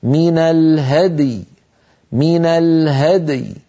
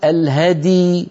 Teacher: فلابد من بيان الدال مقلقلة ومن بيان الياء ساكنة · Shown in: first take · هكذا من الهدي من الهدي، فلا نقول الهدي، لا نجعل الدال تنكسر ولا نجعل الياء أيضا تنمط وتصير رخوة يعني بمعنى ممطوطة ممدودة.